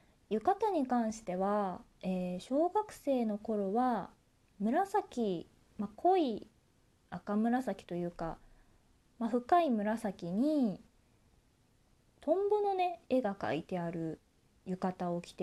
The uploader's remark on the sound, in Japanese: 自宅でスマホによる収録のため様々な騒音が収録されています、ご了承ください。